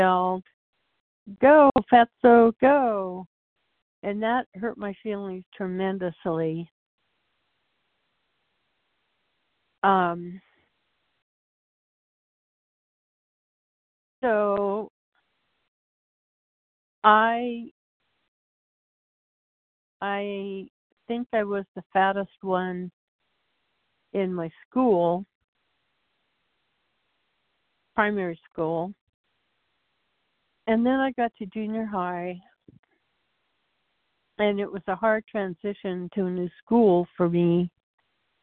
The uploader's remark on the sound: from the 100 Pounders Phone Meeting, 2/12/24.